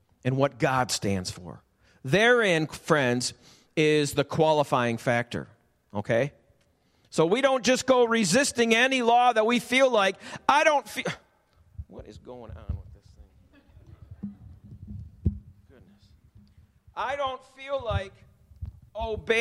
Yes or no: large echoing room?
yes